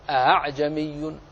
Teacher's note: الهمزة المسهلة إن كانت مفتوحة فبينها وبين الألف